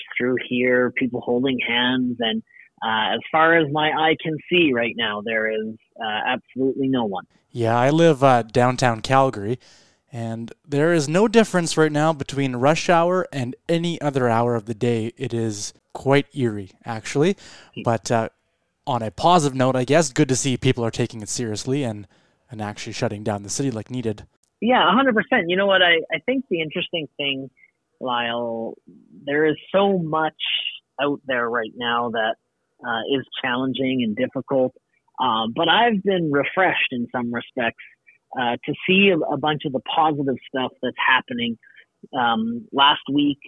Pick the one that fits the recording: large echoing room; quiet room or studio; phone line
phone line